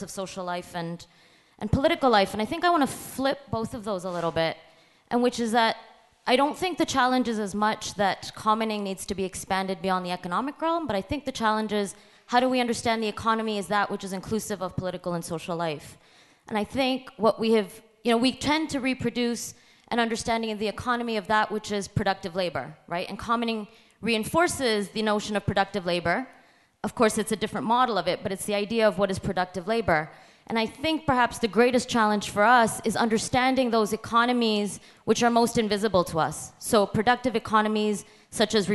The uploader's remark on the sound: Talk with an engaged audience at the UN|COMMONS conference in Berlin. UN|COMMONS was the 15th annual conference of the Berliner Gazette.